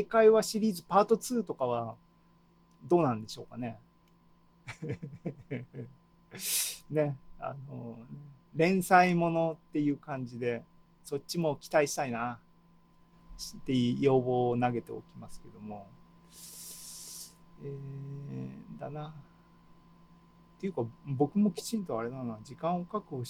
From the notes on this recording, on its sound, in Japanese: ZOOMライブの模様です